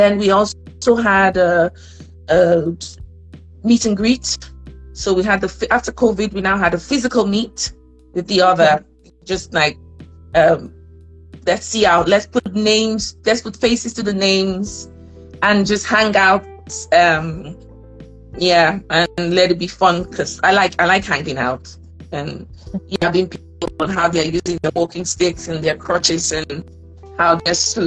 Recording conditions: video call